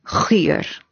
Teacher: die g dink ek word amper hier agter teen die sagte velum gevorm, baie naby aan jou klein tongetjie bo in die mond teen min of meer agter velair.